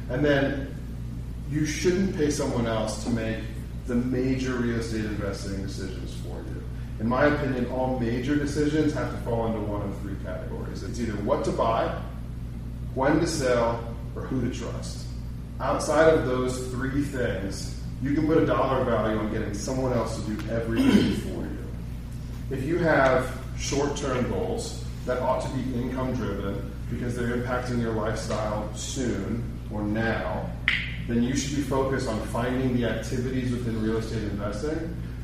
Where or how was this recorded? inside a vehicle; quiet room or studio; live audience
live audience